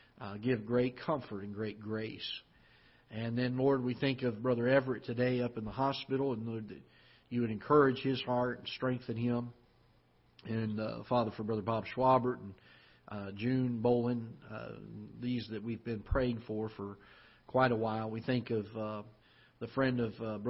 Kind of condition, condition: setting, large echoing room